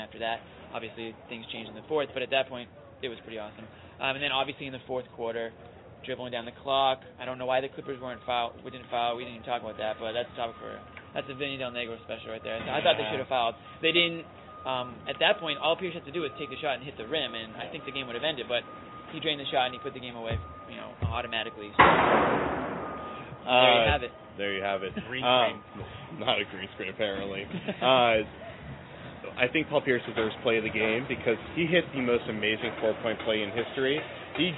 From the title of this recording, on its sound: Live from TD Garden